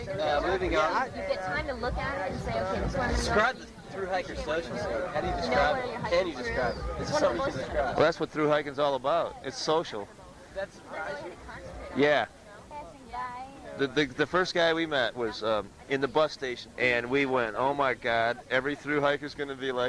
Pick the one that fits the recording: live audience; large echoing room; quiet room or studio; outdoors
outdoors